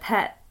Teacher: glottal stop at the end of pet